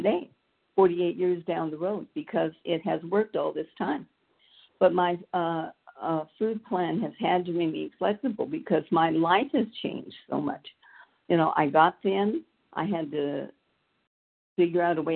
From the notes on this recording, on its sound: the 100 Pounders Phone Meeting, 5/19/23